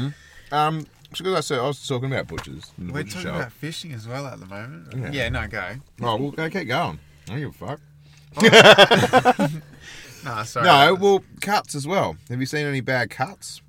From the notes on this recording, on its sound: We chat, we laugh, we chat as we laugh and we get through a platter of stories delivered directly from the car studio parked neatly at our favorite campground.